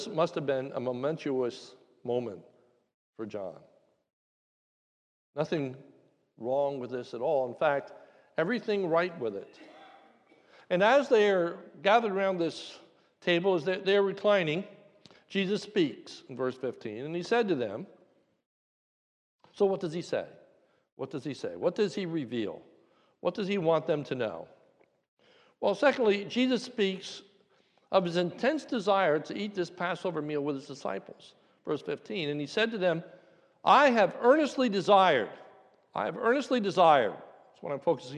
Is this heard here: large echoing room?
yes